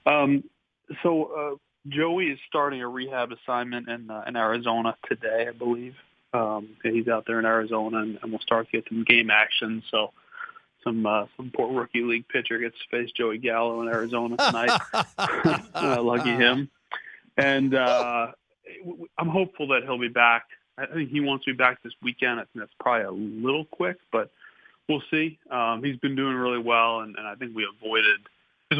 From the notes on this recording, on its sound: called in to the Ben and Skin show